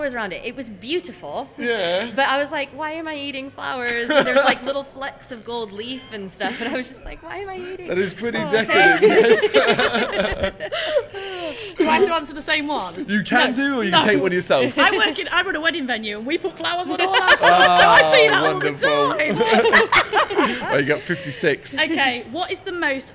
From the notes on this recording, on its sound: Live From AoniaFest V. Live at the festival.